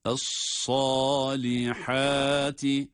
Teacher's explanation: sad kalın ama ha ince